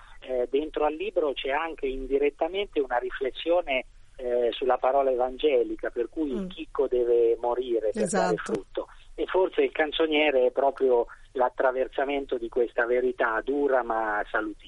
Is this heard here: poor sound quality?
no